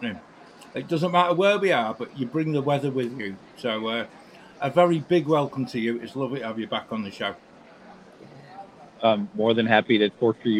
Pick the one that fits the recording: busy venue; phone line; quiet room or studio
busy venue